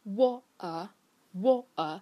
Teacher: 就是这个 T 它没有被发出来，它被吞下去了